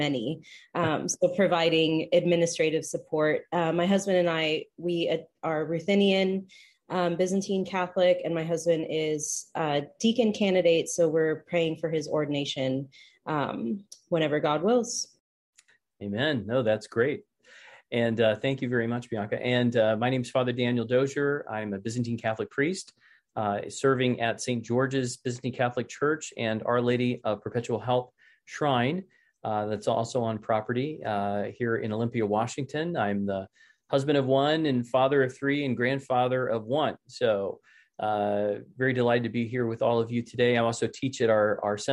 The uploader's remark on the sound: This is a recording of the second webinar in the Becoming Byzantine series.